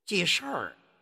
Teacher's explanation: 韵母是舌尖后元音日这么一个韵母的，那要丢掉这个日，加上卷舌动作